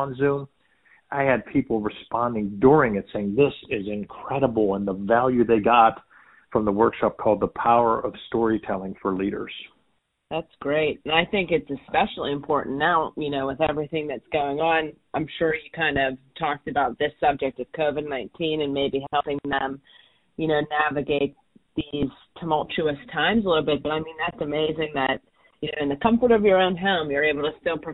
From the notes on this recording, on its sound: a quick phone interview